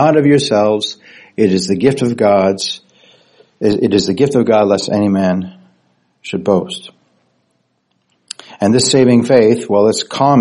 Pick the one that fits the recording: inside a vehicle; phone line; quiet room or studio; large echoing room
large echoing room